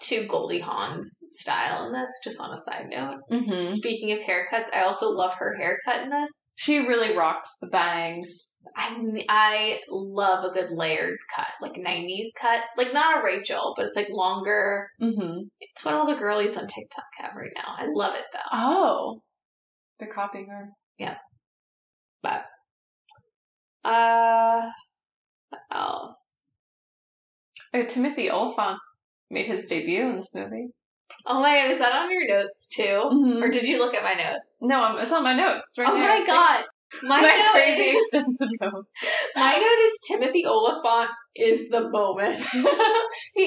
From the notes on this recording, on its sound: Note: sorry for the audio quality, the mercury retrograde really took a toll on us!